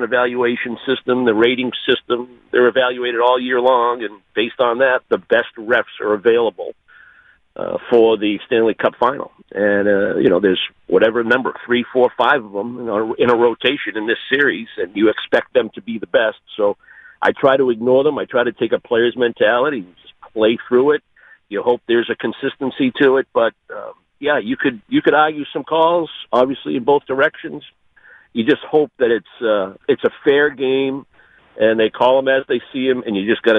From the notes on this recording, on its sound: calls into the show